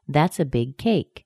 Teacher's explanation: You can hear cake has the strongest stress, the highest pitch.